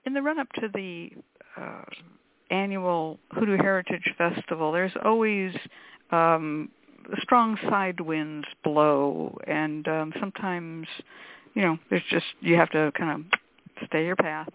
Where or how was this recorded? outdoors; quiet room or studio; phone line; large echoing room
phone line